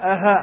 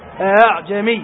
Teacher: همزة بين بين، أي بين الألف وبين الهمزة التي هي همزة قطع · Shown in: second take · فليست أ وليست حرف مد ومعنا فقط في كلمة واحدة